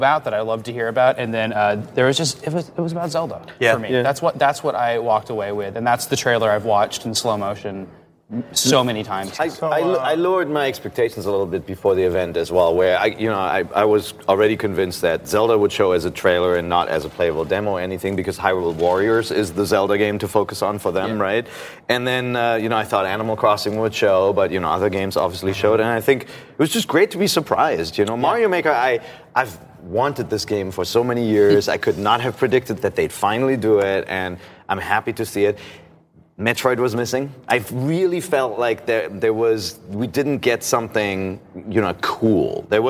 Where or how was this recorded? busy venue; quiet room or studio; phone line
busy venue